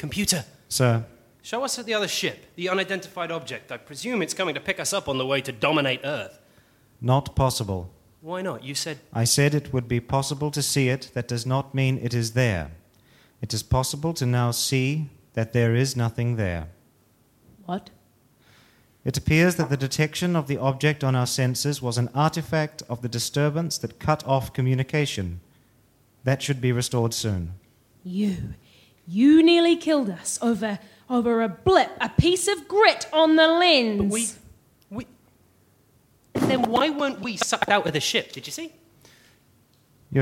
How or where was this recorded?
live audience